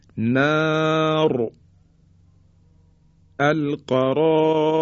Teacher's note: زمانی که میخوایم را رو ساکن تلفظ بکنیم دیگه را تفخیم و درشت تلفظ میشه